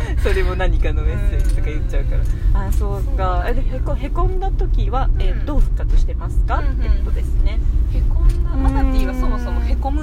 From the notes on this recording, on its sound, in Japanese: 今回はお出かけ収録シリーズ！